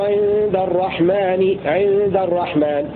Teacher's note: وقرأ الباقون بنون ساكنة بدون ألف وفتح الدال